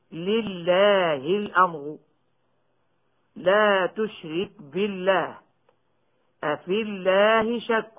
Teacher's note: إذا سبقت بكسر قبل اسم الجلالة رجعت اللام إلى أصلها من الترقيق